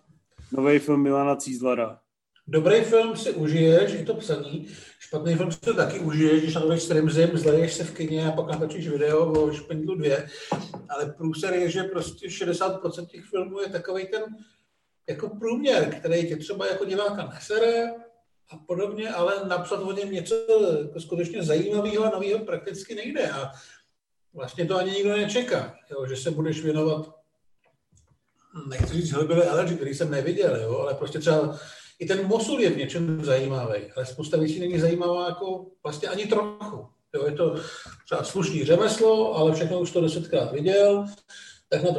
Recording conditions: video call